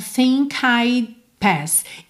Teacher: Terminou em K. Eu já vou ligar no I de I